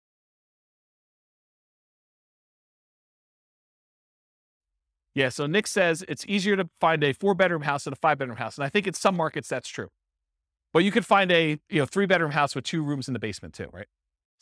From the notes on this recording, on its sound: This was a live class recorded